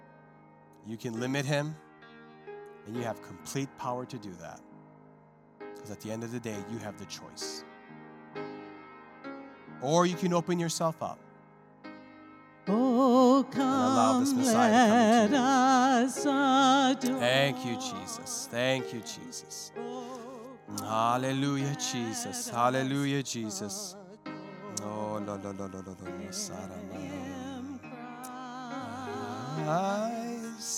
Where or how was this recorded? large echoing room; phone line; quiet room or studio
large echoing room